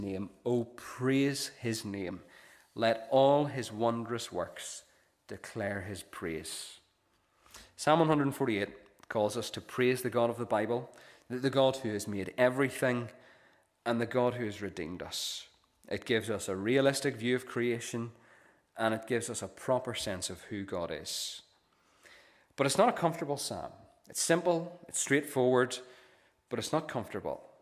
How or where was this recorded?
large echoing room